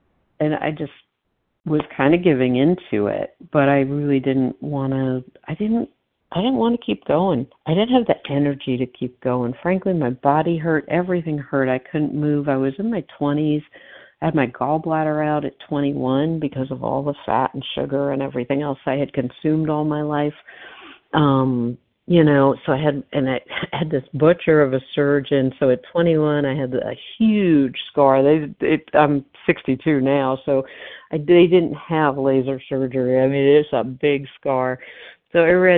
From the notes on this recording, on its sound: 100 Pounders Phone Meeting